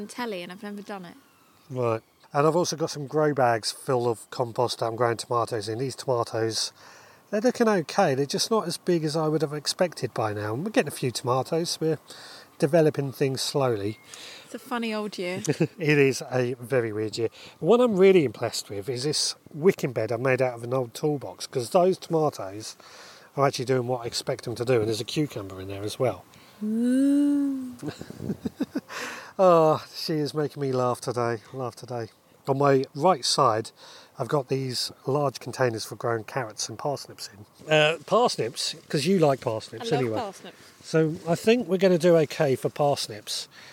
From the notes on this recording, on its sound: Walking around the allotment with my wife. Tonight I recorded us chatting as we wandered around the allotment.